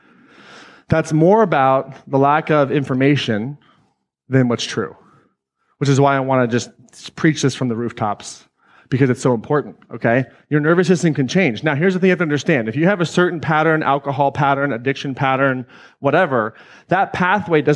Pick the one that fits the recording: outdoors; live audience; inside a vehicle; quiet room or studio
live audience